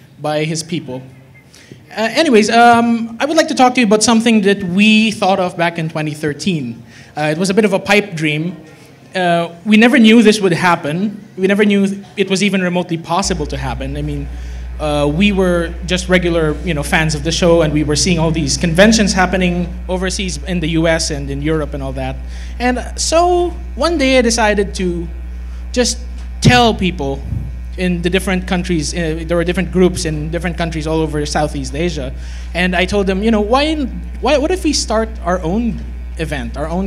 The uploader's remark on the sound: recorded during PHPonyCon at the Megatrade Conference Centre in Manila, The Philippines on 16 October 2016